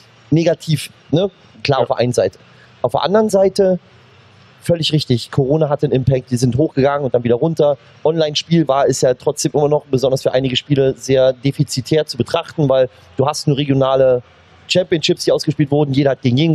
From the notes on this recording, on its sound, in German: Das haben wir für euch live auf der CAGGTUS in Leipzig besprochen, einer der größten LAN-Partys Deutschlands.